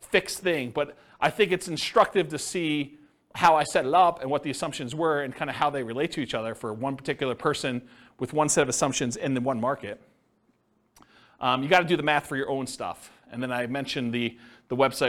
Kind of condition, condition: setting, live audience